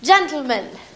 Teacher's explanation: She does lateral plosion on words like gentleman.